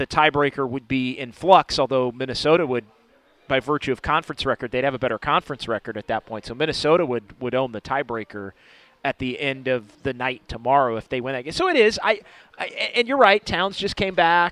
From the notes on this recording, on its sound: live at Freidmans